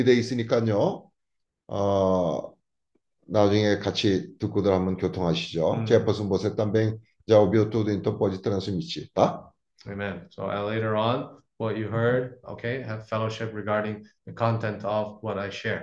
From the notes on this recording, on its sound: zoom meeting Wednesday